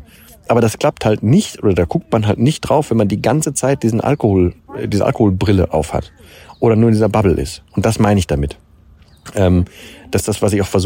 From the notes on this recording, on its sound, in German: in dieser Folge vom Strand